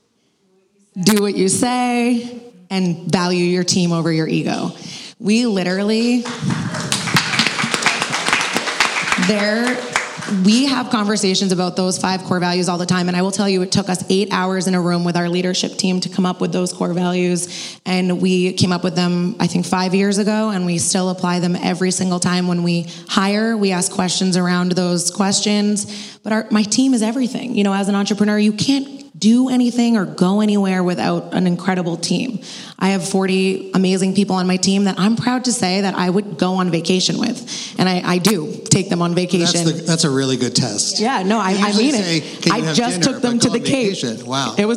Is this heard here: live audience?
yes